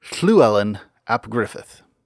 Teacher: In Welsh, the initial double L of that name is a voiceless alveolar lateral fricative, with the key word there being lateral.